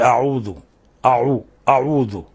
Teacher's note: إشراب يعني مزج وخلط، يعني تصبح الواو ممزوجة بالياء. ومن الأخطاء تفخيم العين من أعوذ، يعني يقول أعوذ أعوذ، لا أعوذ.